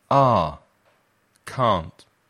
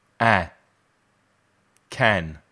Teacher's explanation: En la palabra can't. Es más largo que el sonido vocal en la forma positiva can.